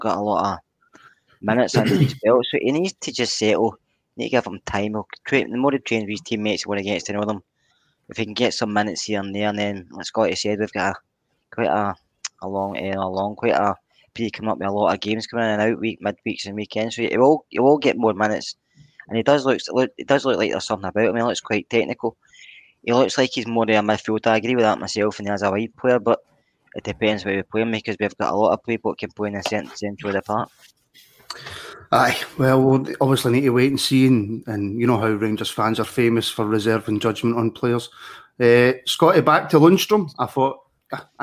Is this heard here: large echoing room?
no